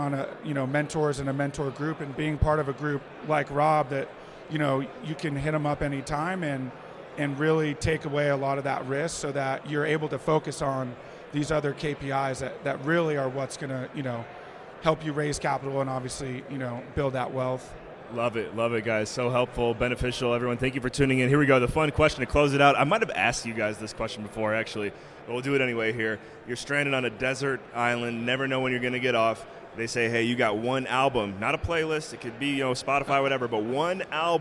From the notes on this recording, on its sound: at the Best Ever Real Estate Conference (BEC)